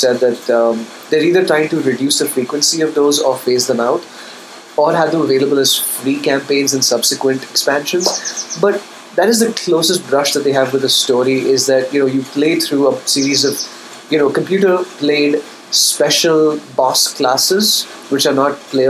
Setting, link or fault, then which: fault, background noise